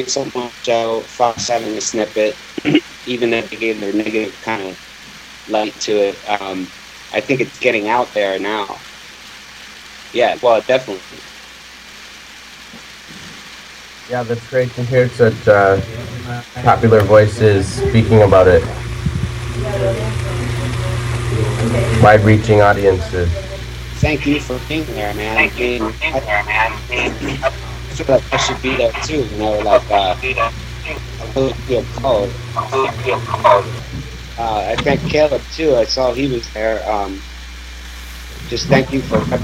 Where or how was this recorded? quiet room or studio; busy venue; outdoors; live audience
outdoors